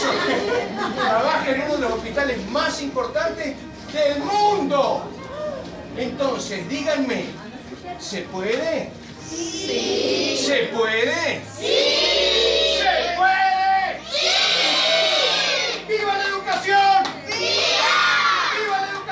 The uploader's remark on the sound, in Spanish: Audio en Vivo extraído de un encuentro con niños de un merendero en Río Segundo, Córdoba. Argentina.